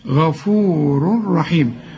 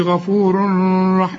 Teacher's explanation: عندك اتنين راء، لكن لما تلاقي تنوين وبعد راء ما تغنش غفور رحيم · Shown in: first take · ما تقولش غفور رح، لا غفور رحيم.